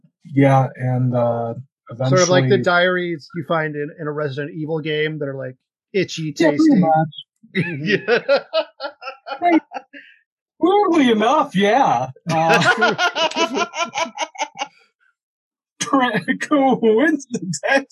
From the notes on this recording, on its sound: We ended up having to use the Zoom audio of this call, so the audio quality is not where we want it to be.